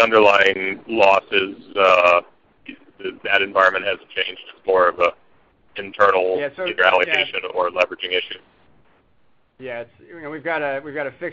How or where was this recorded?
phone line